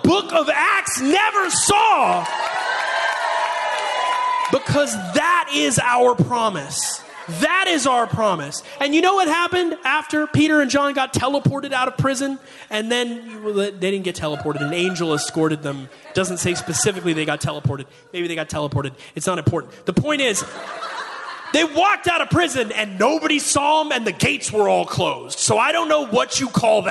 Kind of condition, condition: setting, large echoing room